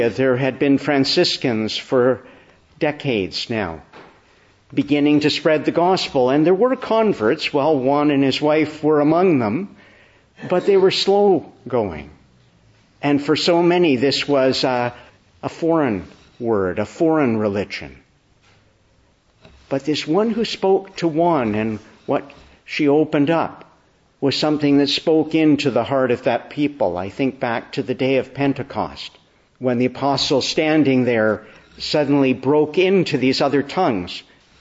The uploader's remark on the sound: Evening Service. Preached on the Feast of Our Lady of Guadalupe at a Mass.